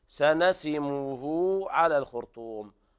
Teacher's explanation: هاء الضمير توصل بواو لفظية ومتفق عليها لدى كل القراء